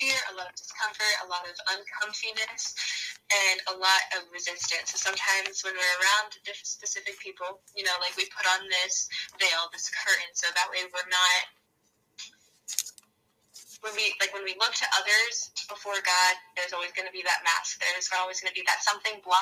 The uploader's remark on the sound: Welcome to Cozy Convos in the Car!